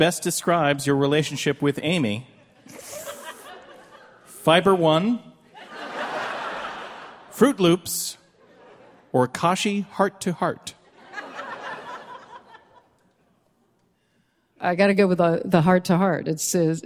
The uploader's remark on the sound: Recorded at Milwaukee's Pabst Theater